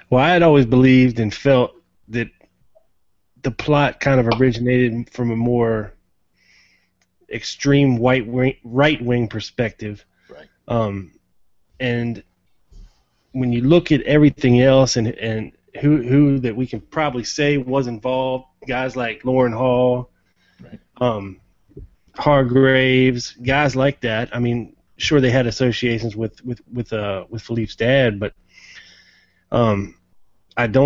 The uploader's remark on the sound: the first ever live Hangout on Air for the show